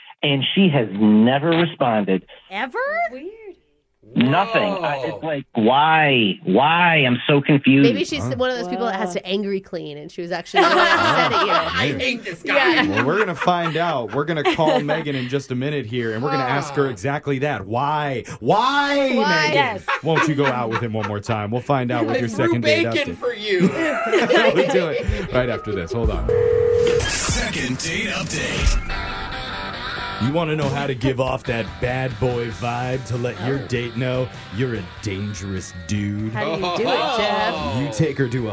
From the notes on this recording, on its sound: The guy on the phone today